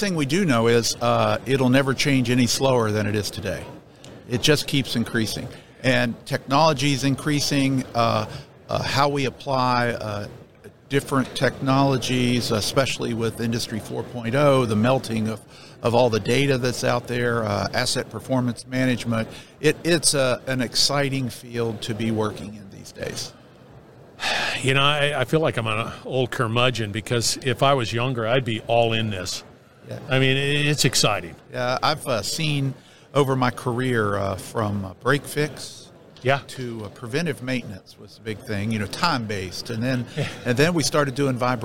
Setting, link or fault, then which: setting, busy venue